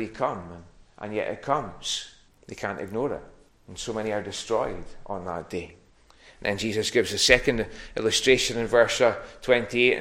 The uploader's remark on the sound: Recorded at North Harris Free Church on Sunday morning.